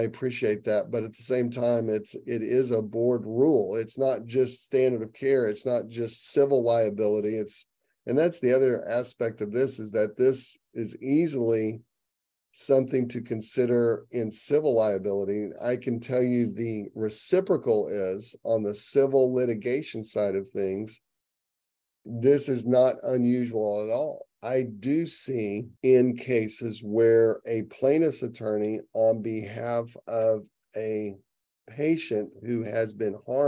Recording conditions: video call